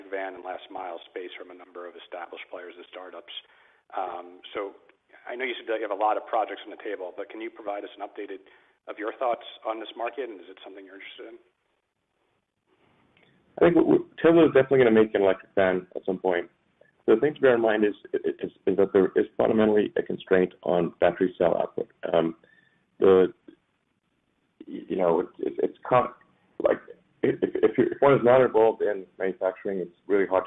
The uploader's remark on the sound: Livestream of Tesla's Q4 2020 Financial Results audio conference call.